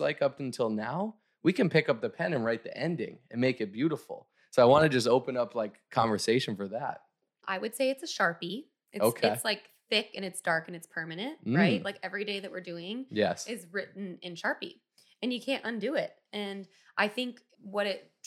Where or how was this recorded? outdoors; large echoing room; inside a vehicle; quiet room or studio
quiet room or studio